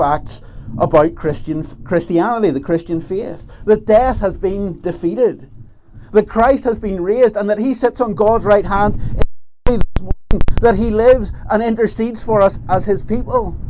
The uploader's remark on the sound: This is the recording of the Bible reading and talk from Ballymena Presbytery's Easter Dawn Service held at Slemish Car Park on Sunday 9th April 2023.